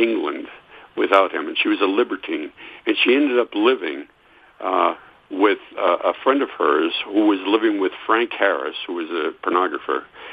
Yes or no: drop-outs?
no